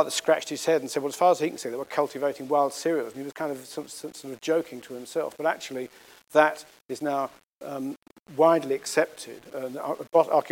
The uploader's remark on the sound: The Golson Lecture was delivered at ANU